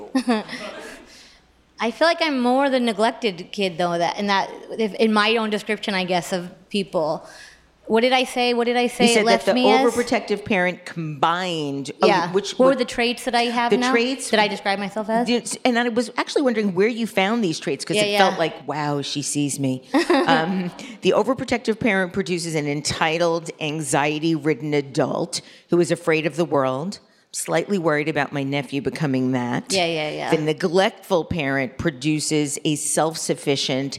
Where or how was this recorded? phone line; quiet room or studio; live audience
live audience